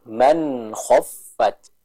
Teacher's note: Yang selanjutnya, kita ketemu dengan hukum ilhar, yang dimana ada nun sukun menghadapi huruf kho. Maka kita baca dengan jelas, tanpa adanya pantulan suara dari huruf nun.